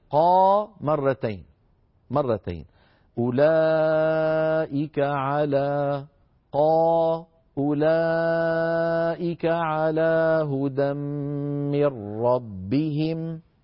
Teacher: لما نقول 4 حركات أيها الإخوة معناها ضعف الطبيعي، ضعف المد الطبيعي، يعني أنا أقول طا هذا مد طبيعي، إذا أردت أن أمد 4 حركات أمد بمقدار قا مرتين